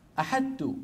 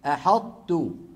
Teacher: فيقرعون المخرج مرة واحدة يطبقون على طاء ويجافون على تاء · Shown in: second take · هذا العمل سماه علماؤنا الإدغام الناقص.